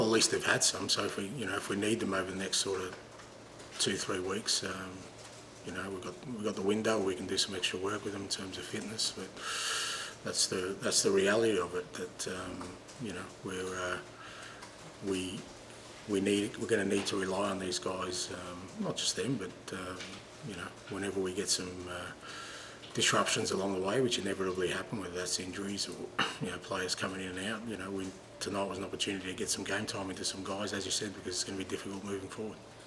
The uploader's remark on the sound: PRESS CONFERENCE